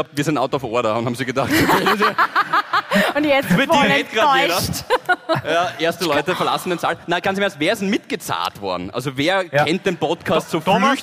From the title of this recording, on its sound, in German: Hawi D'Ehre LIVE - Graz